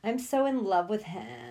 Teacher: he almost has a vocal fry like a woman where he talks like this at the end of some of his points where he like fries the end of the words.